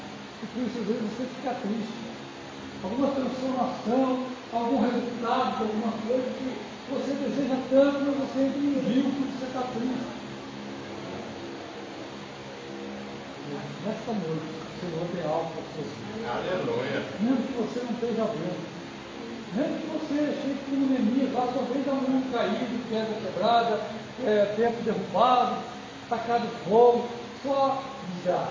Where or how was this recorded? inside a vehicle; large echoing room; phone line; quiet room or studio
large echoing room